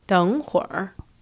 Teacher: the 会儿 there is third tone, not fourth tone